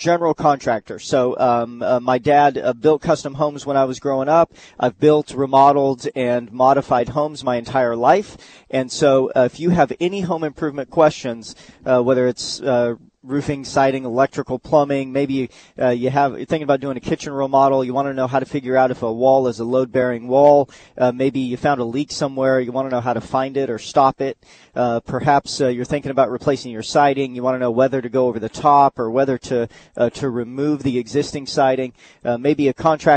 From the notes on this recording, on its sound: live at the Home & Patio show down at the Prime Osborn Convention Center